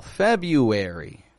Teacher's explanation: It's a sneaky little R, the first R in February. The average American does not pronounce the R in February. Honest, we just don't.